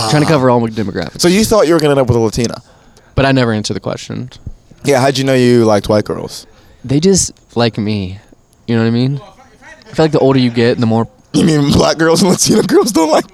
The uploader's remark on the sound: Banter before the Shantytown Pub Open Mic